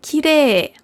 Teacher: Die Variante, dass ein E durch ein I verlängert wird, kommt sehr häufig vor. · Term: langes E